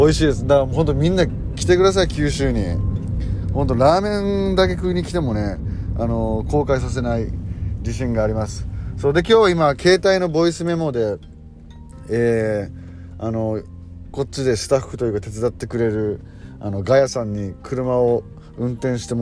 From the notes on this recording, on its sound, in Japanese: ボイスメモでの録音。